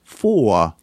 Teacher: When final, the R often entirely disappears so that the word for, F-O-U-R, rhymes with law, L-A-W.